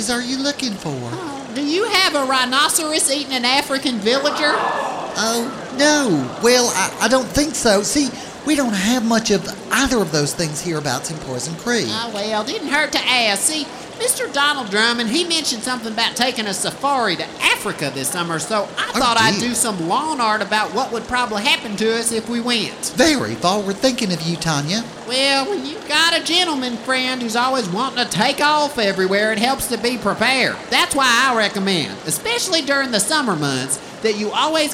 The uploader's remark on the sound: Live from Poison Creek!